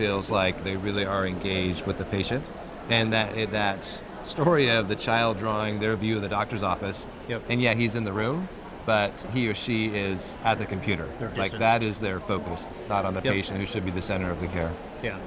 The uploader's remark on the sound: It’s a double Interview in Action live from the 2023 CHIME Fall Forum.